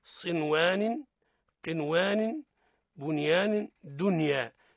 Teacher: أجمع العلماء على إظهار النون الساكنة عند الياء والواو إذا اجتمعتا في كلمة واحدة